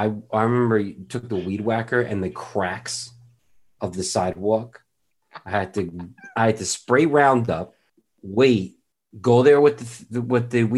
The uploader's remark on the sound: We recorded this on November 9th, 2020, on Zoom so there are some small sound discrepancies